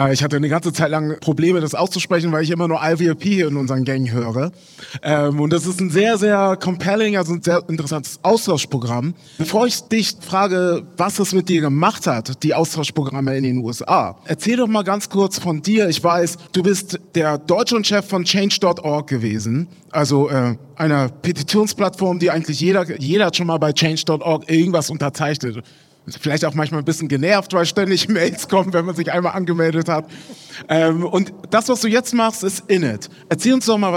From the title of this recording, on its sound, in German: LIVE aus der US-Botschaft in Berlin